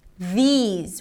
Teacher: We begin with a voice TH, th, but here we have a high E sound. These, ending with a Z sound.